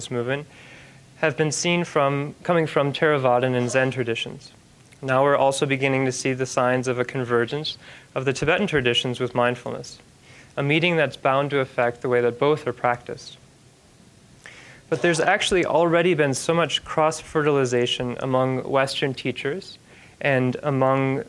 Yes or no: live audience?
yes